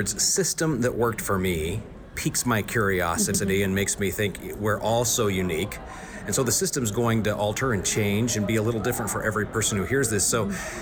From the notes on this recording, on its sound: live from the TTI Success Insights Conference